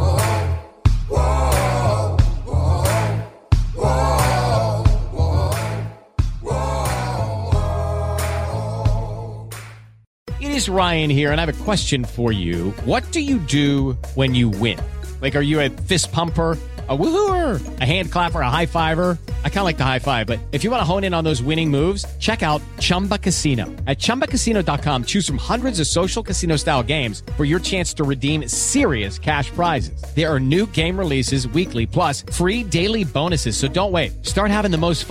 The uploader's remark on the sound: Inside the Postgame Locker Room. On the Las Vegas Raiders Insider. On the Fans First Sports Network.